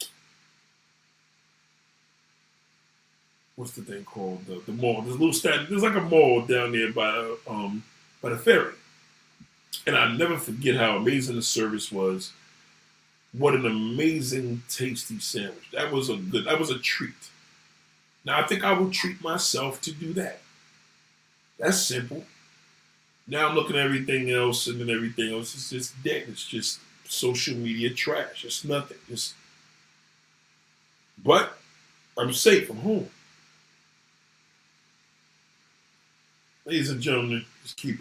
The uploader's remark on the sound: SORRY FOR THE BAD AUDIO